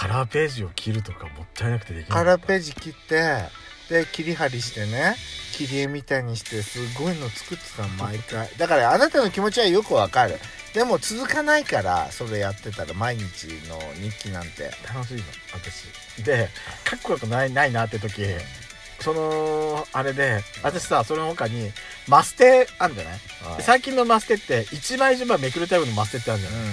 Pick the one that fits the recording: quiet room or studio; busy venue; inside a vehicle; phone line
inside a vehicle